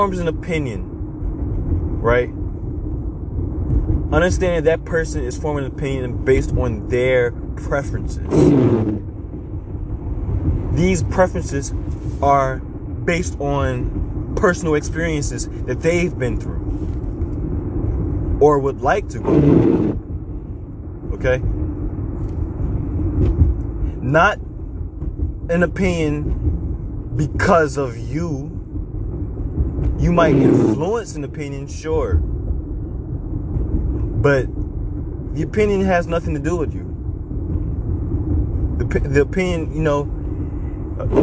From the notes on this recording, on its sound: I'm very sorry for the sound quality. I recorded this while driving in a snow storm, so you will hear my obnoxious windshield, repeatedly.